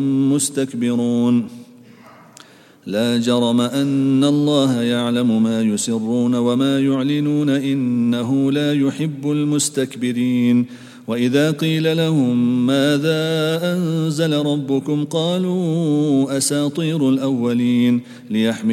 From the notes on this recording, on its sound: at the Houghton Masjid (West Street)